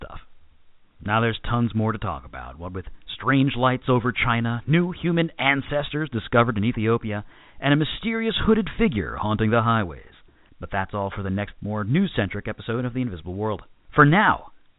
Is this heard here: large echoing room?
no